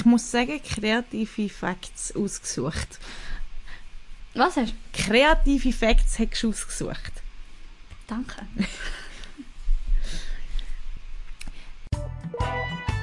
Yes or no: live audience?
no